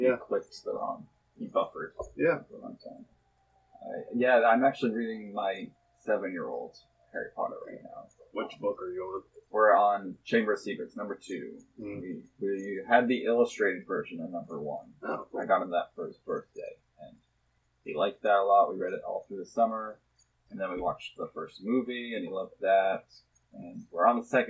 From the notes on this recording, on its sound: APOLOGIES, THIS EPISODE CONTAINS POOR AUDIO QUALITY. From a fish bowl.